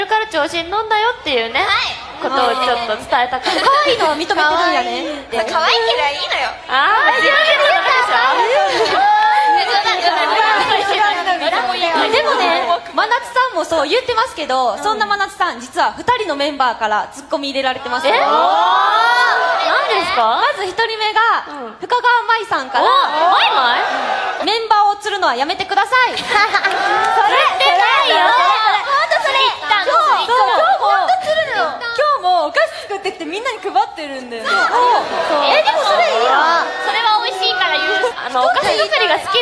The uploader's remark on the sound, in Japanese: 公開収録分 山中湖きらら祭り会場。